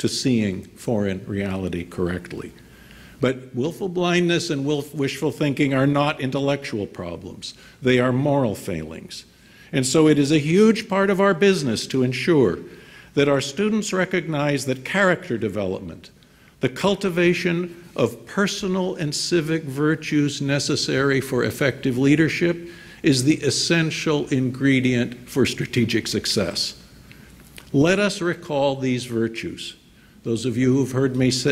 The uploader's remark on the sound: delivered remarks at IWP's Commencement ceremony on May 18, 2019, at the Fairmont Hotel in Washington, D.